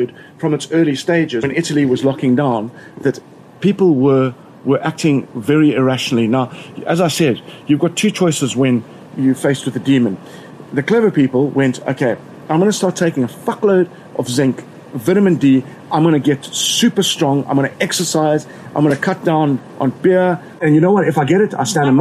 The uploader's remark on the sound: Recorded in his garden in Cape Town.